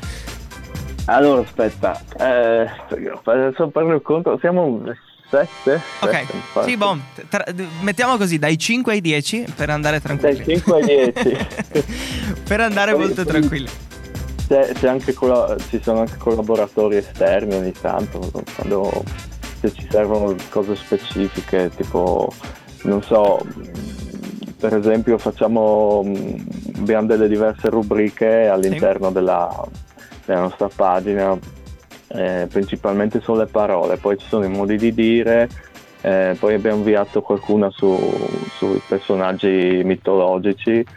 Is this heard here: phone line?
yes